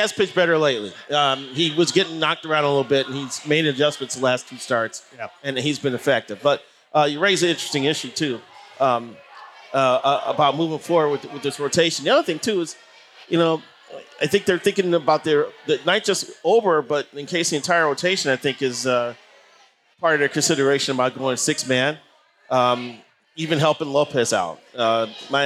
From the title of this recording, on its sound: Chin Music live from Gluek’s